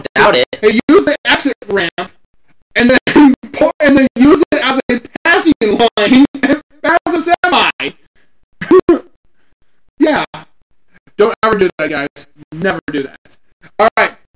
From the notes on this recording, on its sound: Please Excuse the choppy audio. The audio did not sound like this while recording.